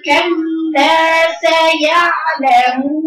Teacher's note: اللام فيها جهر ما فيهاش نفس